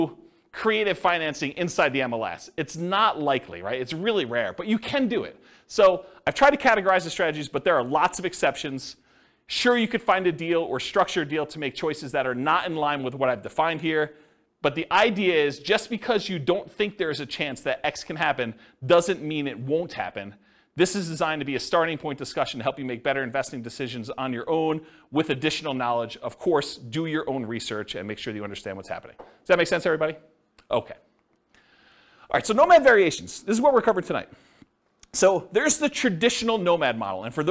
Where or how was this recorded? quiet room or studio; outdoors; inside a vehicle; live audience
live audience